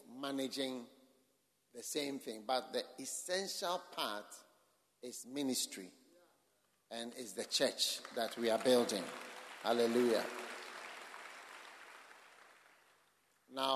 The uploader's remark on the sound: Preached at the Mountain-Like Churches Conference for the AD-RCUD, Mampong-Ghana.